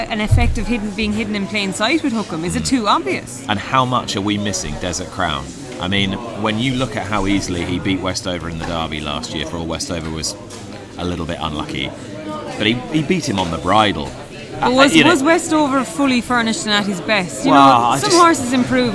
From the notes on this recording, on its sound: Recording today's show at GOFFS